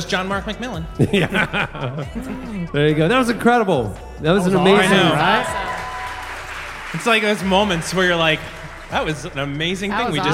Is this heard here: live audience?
yes